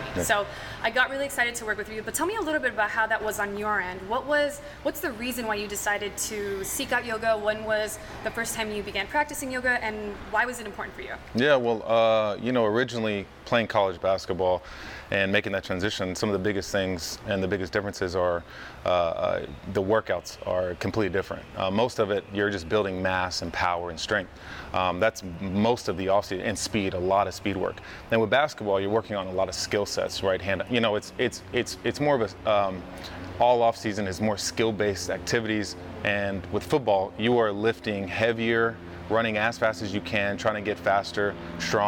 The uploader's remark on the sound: We’re in his hangar so please excuse the loud sounds in the background.